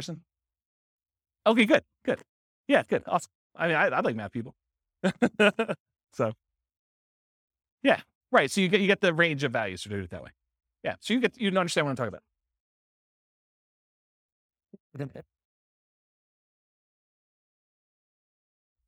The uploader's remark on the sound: This was a live class recorded